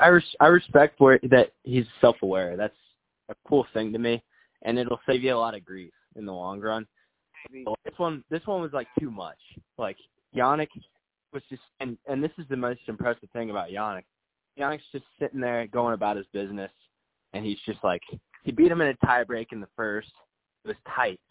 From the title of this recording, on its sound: Phone Chats